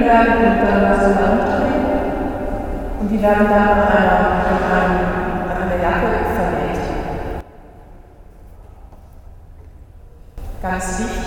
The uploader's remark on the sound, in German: Am vergangenen Freitag Abend fanden sich einige Interessierte aus Freiburg in der Herz Jesu Kirche am Stühlinger Kirchplatz ein.